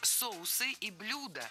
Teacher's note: Ударение ставим на первый слог в обоих словах, во всех формах.